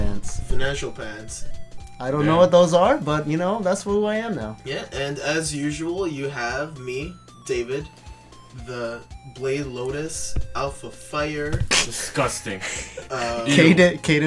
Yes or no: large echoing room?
no